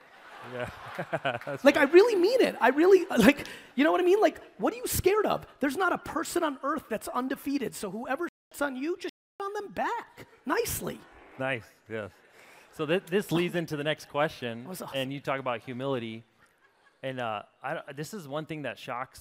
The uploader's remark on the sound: Today's episode is the Q&A segment from the Forward Event I attended in Las Vegas!